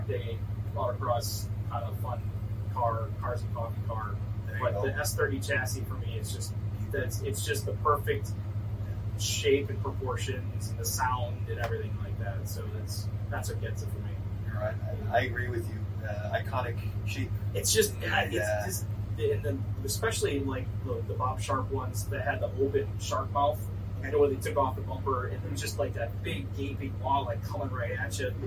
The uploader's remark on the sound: An interview with Nissan and NISMO engineers during GT4 America at COTA!